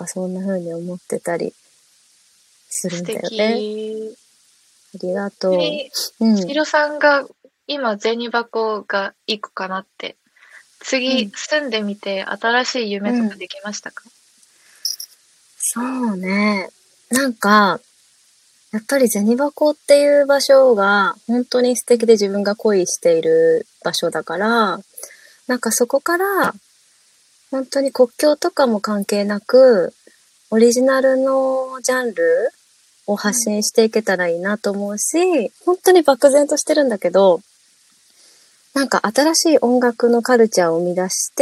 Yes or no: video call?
yes